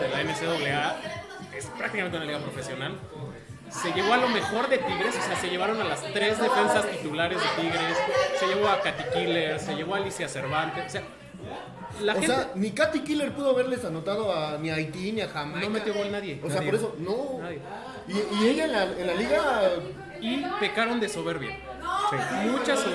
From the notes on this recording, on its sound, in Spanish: EN VIVO DESDE EL MEXISNACKS.